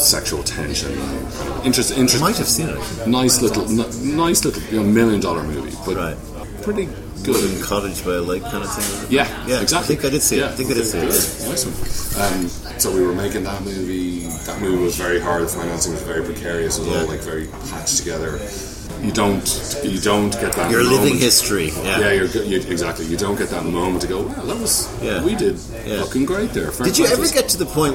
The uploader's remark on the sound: Recorded: A noisy wine bar in Cannes.